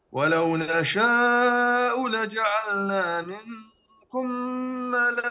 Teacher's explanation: مد ملائكة لأن هنا مد واجب متصل